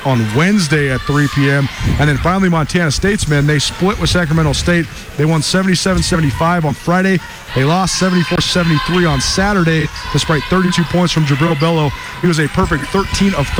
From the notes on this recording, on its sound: Live from Boise. Live from the Big Sky Tournament in Boise, Idaho.